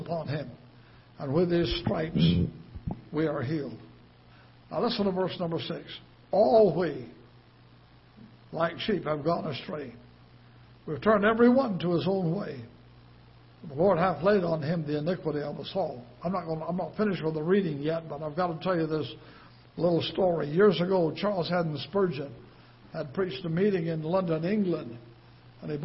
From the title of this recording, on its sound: Ketha Heights Baptist Church ~ Live Broadcast